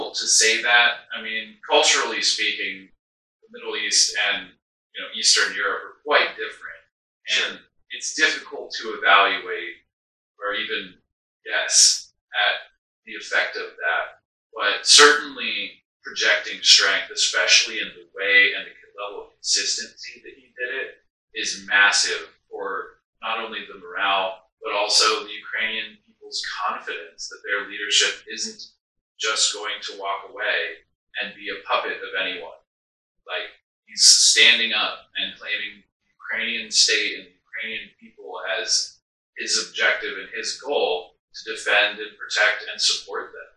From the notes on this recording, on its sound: We faced some technical difficulties in this first recording and lost our mic audio files so please excuse the terrible audio quality as we were forced to pull it from our camera (which was not set up with a mic).